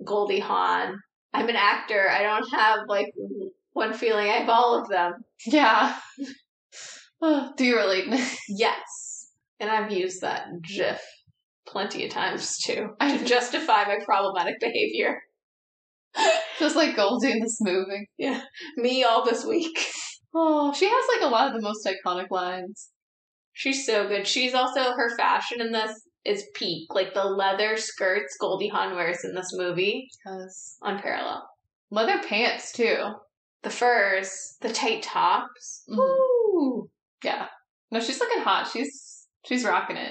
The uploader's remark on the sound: Note: sorry for the audio quality, the mercury retrograde really took a toll on us!